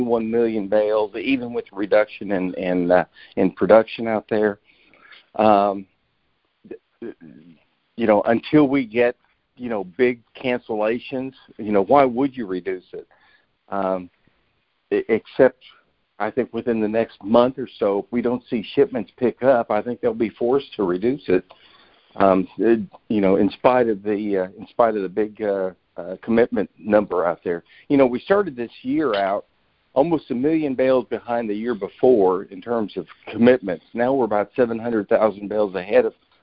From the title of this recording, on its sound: Monthly Conference Call